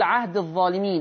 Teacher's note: حفص بقى بيقول عهد الظالمين الياء ساكنة